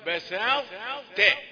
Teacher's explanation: يبقى اول حاجه ارقق الباء، تاني حاجة أرقق السين ما تجيش صاد بساط، وبعدين الطاء مدغمة في التاء إدغاما ناقصا لأن صفات التفخيم والاستعلاء موجودة فيها تبين إنها طاء.